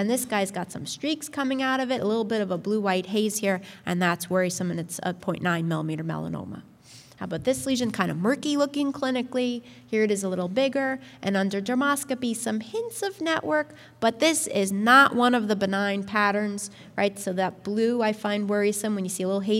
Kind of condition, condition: setting, live audience